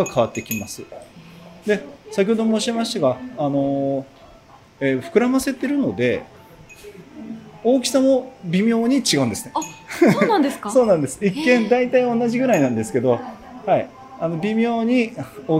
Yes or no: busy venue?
yes